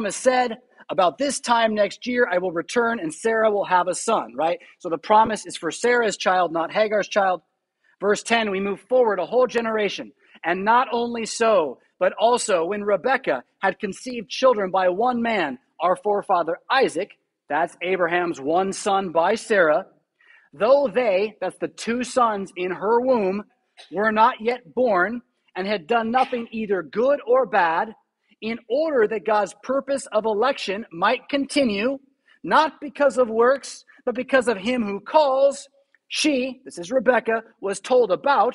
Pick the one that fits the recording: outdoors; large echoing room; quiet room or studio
large echoing room